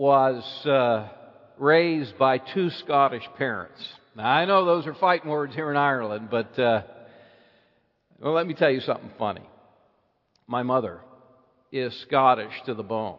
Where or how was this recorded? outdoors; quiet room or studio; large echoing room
large echoing room